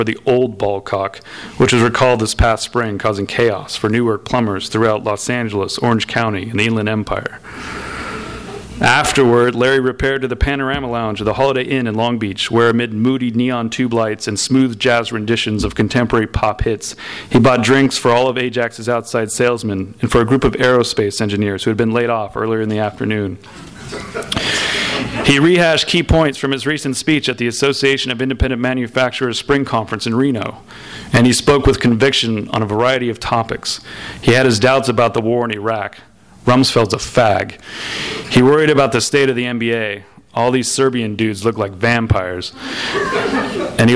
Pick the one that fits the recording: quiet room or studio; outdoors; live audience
live audience